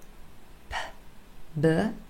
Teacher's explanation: formed right here at the front of the mouth with both our lips closed